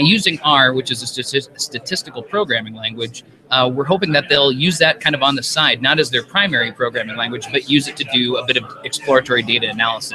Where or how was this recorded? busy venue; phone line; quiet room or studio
busy venue